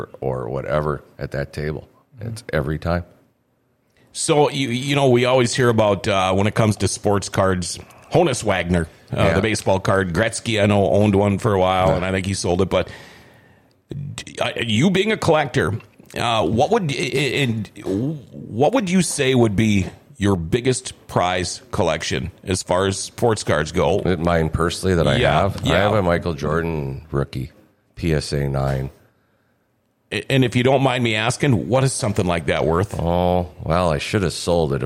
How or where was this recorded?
busy venue